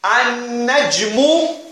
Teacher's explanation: In An-Najmu, you did not pronounce the Lam. Yes or no? You join directly with the Noon. And you put a Shadda there. · Term: sun letters